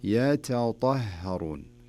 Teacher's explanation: حرف التاء من حروف الهمس وحروف الاستفهال، والطاء من حروف الإطباق ومن حروف الاستعلاء